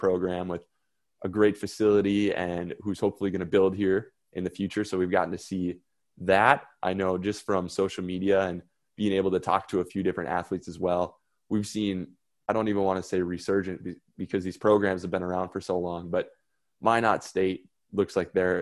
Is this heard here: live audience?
no